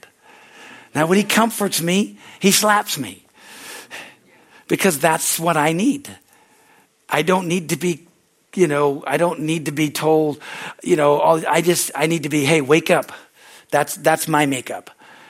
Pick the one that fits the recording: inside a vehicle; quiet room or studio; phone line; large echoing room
large echoing room